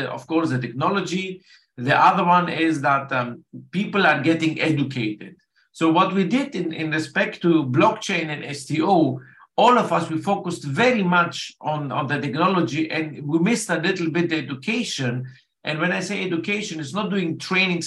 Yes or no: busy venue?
no